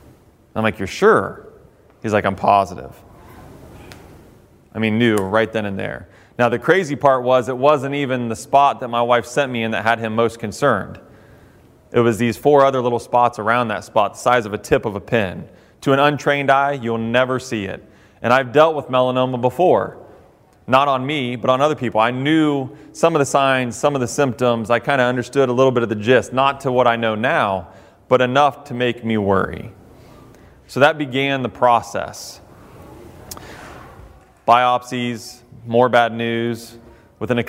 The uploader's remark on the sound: addresses an audience containing both professional firefighters and firefighter recruits on the campus of Central Ohio Technical College in Newark